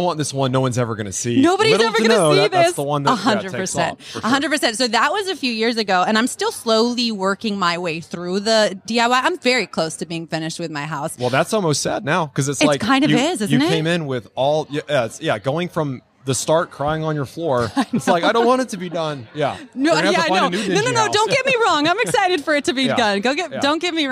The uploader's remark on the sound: LIVE from HAVEN 2022